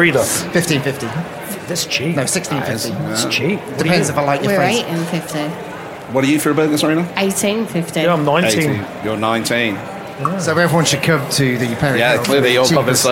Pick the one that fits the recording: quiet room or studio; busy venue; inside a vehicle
busy venue